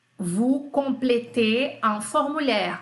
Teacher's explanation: sílaba tônica lá no final, que é forte